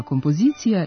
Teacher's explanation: kompozicija ima dugo uzlazni akcenat na trećem slogu i nema dubletni oblik